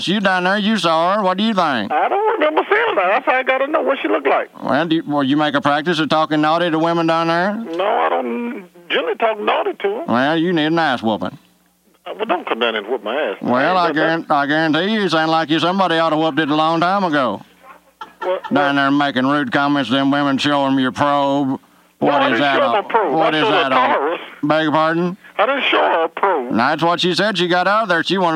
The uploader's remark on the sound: Prank Phone Calls